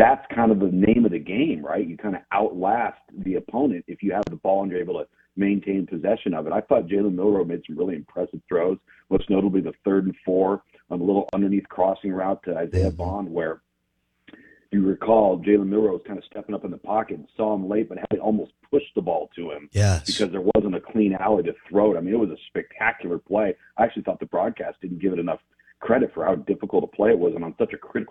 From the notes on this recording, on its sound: Joins the show on the Farm Bureau guest line talking all things in the NCAA live in the BankPlus Studio.